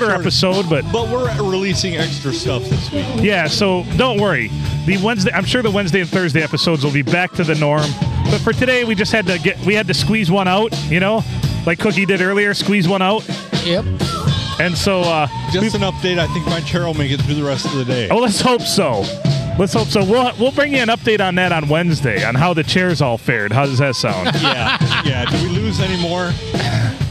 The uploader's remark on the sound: Recorded at Tuscolapalooza 2023!